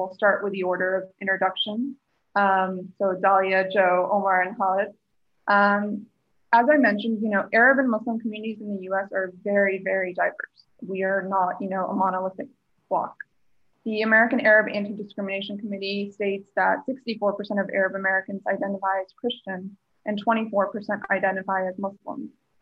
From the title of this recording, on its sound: The New Arab Webinar Series